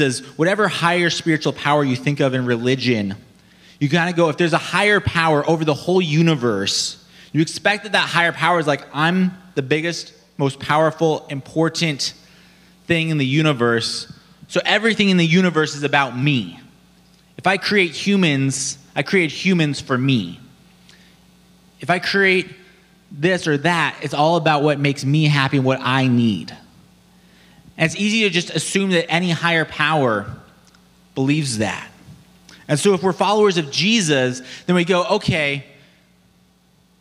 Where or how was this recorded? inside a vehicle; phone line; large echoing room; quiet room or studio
large echoing room